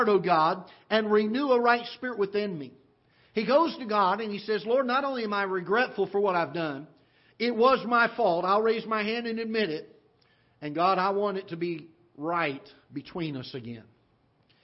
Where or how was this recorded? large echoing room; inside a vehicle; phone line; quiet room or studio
large echoing room